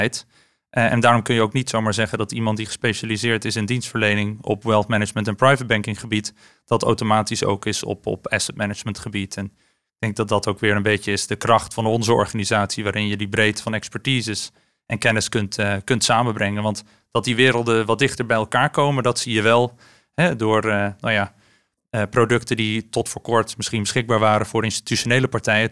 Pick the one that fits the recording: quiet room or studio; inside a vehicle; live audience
quiet room or studio